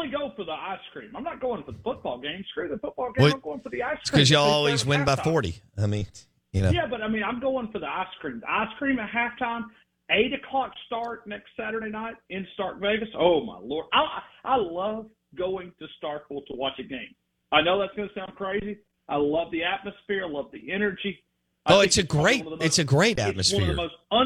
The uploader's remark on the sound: Joins the show on the Farm Bureau guest line talking about what bets to take for the weekend live in the BankPlus Studio.